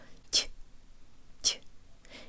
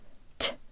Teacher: The O and the A in the next two syllables sound like schwas, and the T at the end of the word is soft, so we use more air than in English. · Shown in: first take · T, t. It's not t with the tip of the tongue.